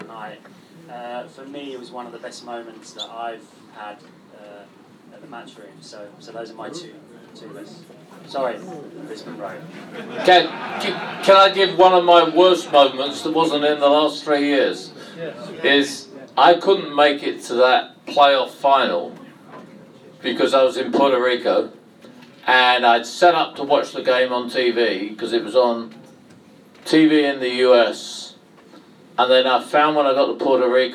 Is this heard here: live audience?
yes